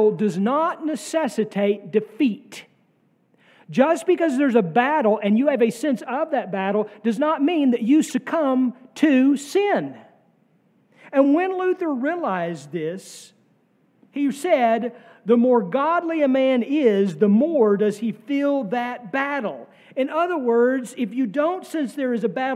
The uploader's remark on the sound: Sermon from our Pentecost Sunday worship service on May 28, 2023.